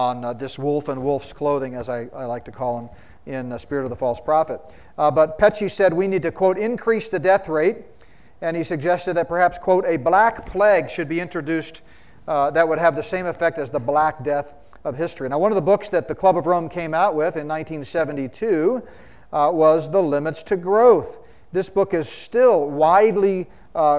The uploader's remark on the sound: spoke at the 2023 Solid Bread Prophecy Conference in Fort Collins, CO.